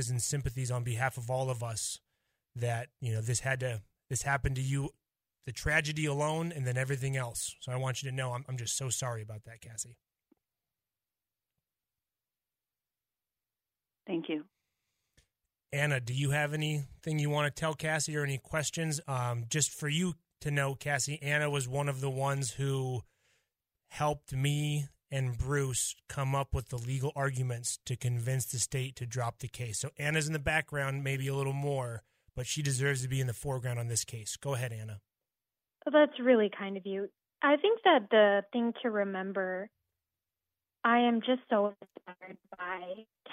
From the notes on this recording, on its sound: calls